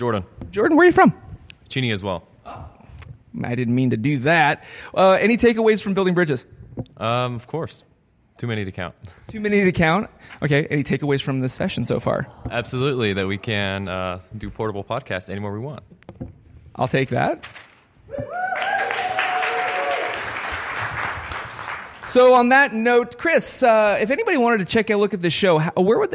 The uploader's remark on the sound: LIVE from Building Bridges 2017